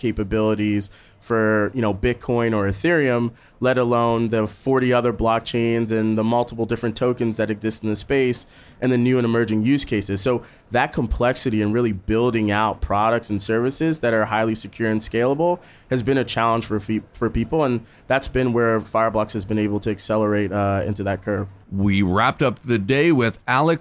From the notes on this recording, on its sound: LIVE from Singapore Fintech Festival. Today, we have been live at Singapore Fintech Festival.